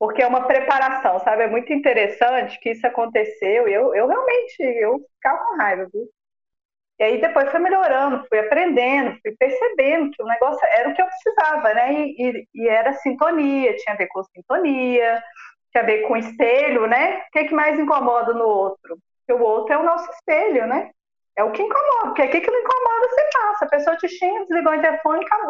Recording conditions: poor sound quality